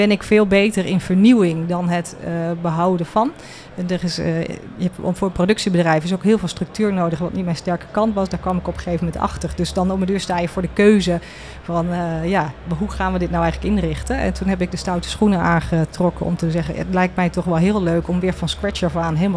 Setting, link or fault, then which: setting, busy venue